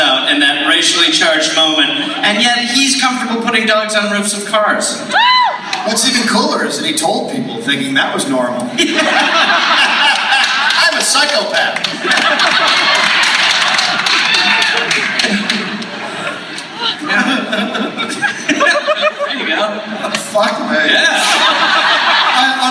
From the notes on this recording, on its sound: Live in SLC. Live in Salt Lake City.